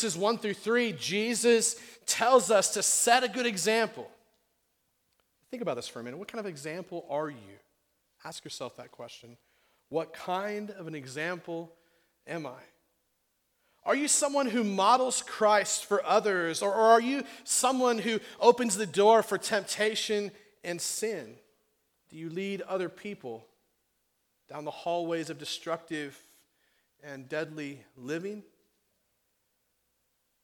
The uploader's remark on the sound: on June 5th, 2016 at The Well an Acts 29 and Converge Heartland Church in Hastings, NE.